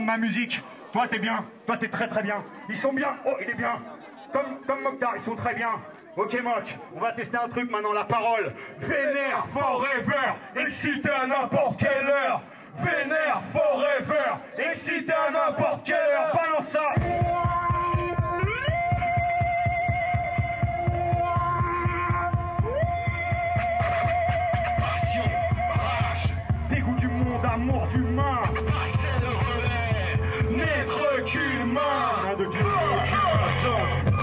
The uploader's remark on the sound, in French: L'Entrepod s'installe au Houppstock 2016. L'EntrePod s'est installé au Houppstock pour vous faire vivre le festival avec les artistes présents.